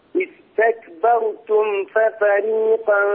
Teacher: انتبه إلى إظهار الميم الساكنة عند الفاء